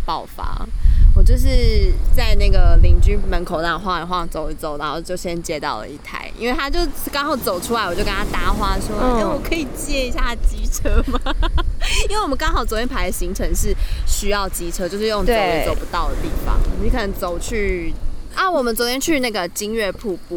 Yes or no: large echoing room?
no